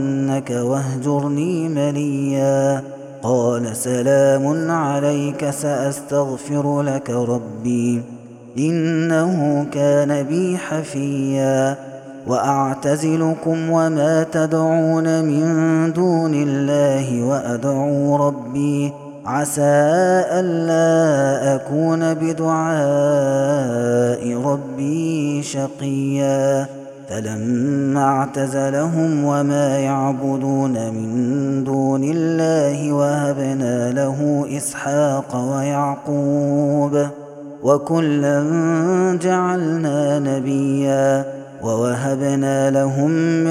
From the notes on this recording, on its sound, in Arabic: هذا التسجيل من صلاة التراويح. Ramadan 2021.